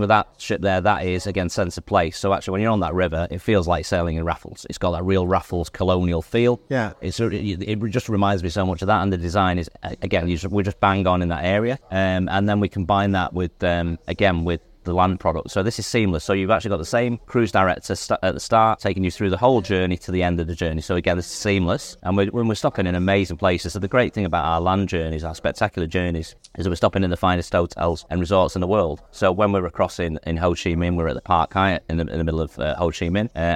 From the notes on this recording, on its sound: Recorded during the Advantage Travel Partnerships special cruise conference in Paris onboard their stunning ship Joie de Vivre